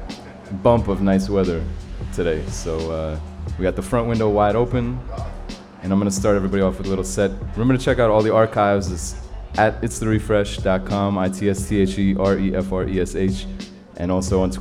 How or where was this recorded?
busy venue